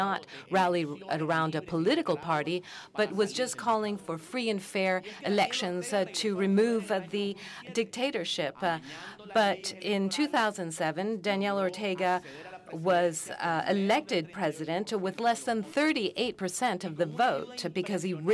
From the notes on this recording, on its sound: recorded at the 2019 Oslo Freedom Forum